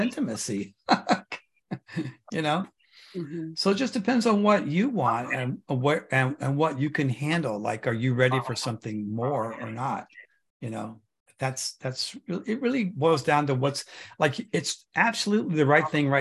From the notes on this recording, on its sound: The shows are now all hosted on Zoom.